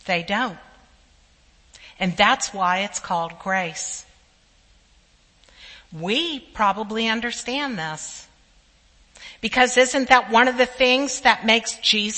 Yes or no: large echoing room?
yes